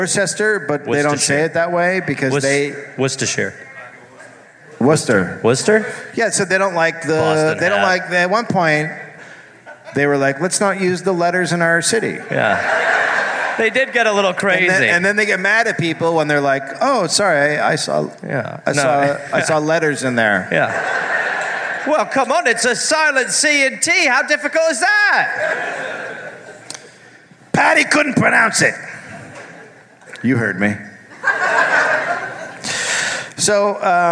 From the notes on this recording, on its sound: Live in NJ. Live from Sayreville, NJ.